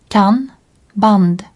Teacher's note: La voyelle qui précède un N n'est jamais nasalisée.